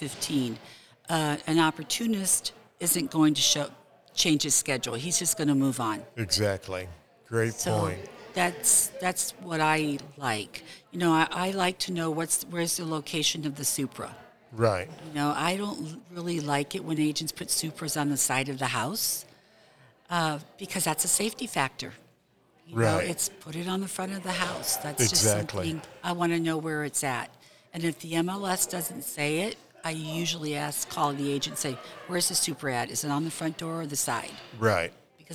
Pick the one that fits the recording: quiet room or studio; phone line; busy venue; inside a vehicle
busy venue